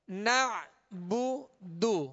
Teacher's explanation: جیسے با کو پڑھا با کی پیش کو اسی طرح دال کے پیش کو پڑھنا ہے، بغیر کھینچے بغیر جھٹکا دیے معروف، ہونٹوں کو کامل گول کر کے بغیر کھینچے ادا کرنا ہے